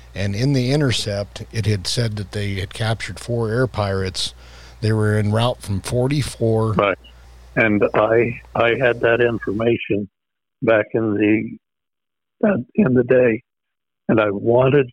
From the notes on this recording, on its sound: We feature a phone interview with the Operation's Officer from Joe's squadron.